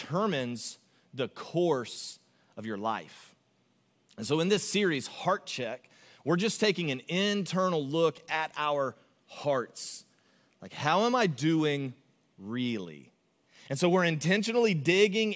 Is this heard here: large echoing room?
yes